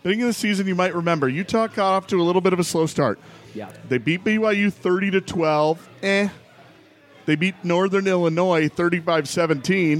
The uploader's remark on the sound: Live from the Roanoke.